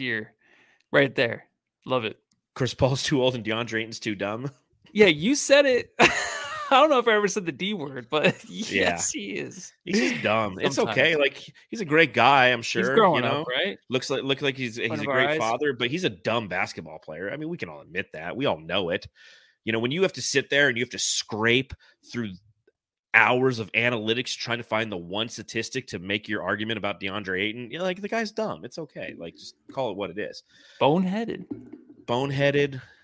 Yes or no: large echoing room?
no